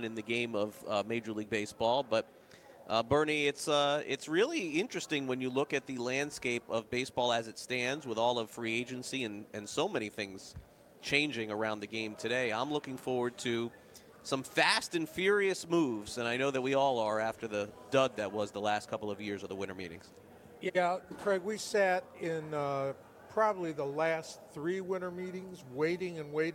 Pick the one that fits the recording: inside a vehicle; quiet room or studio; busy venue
busy venue